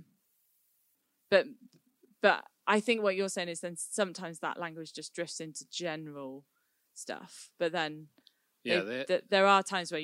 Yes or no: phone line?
no